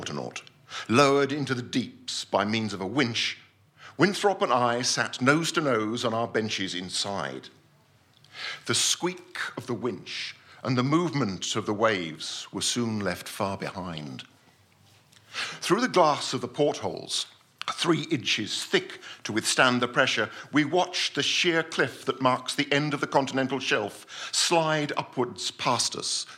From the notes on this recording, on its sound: This is the fourth episode of podcasts recorded at our Stand Up Tragedy night that took place at The Dogstar on March 28th.